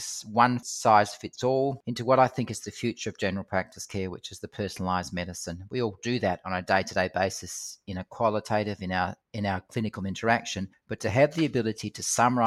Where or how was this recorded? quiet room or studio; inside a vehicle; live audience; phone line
quiet room or studio